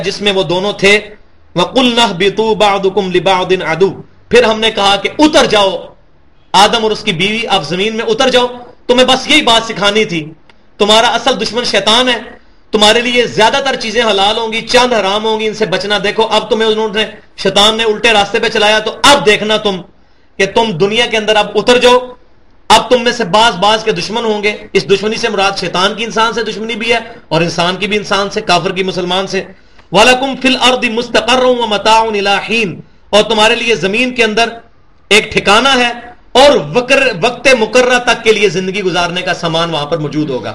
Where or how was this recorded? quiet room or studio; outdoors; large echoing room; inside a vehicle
large echoing room